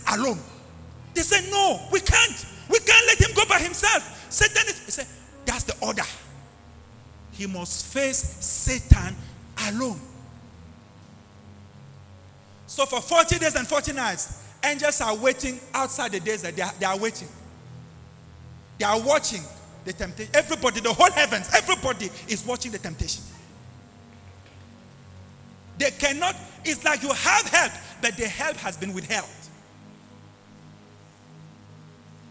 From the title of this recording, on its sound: LIVE AT ABC ROBEGA